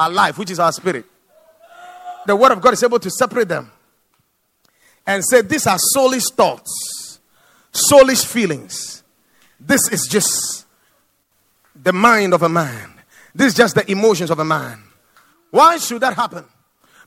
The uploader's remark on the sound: Preached at the Watered Garden Church.